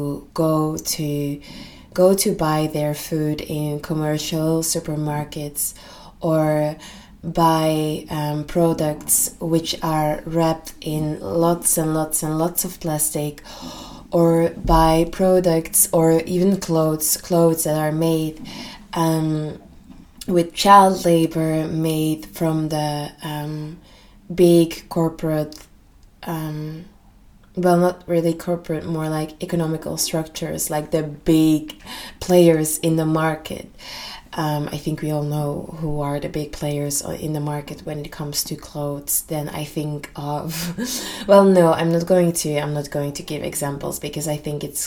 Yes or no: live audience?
no